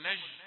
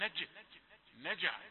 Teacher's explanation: تأتي جيم شديدة ومقلقلة · Shown in: second take